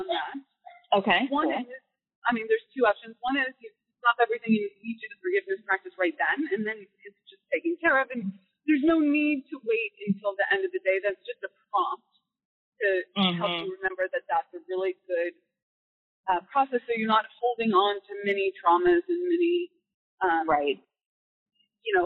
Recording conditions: poor sound quality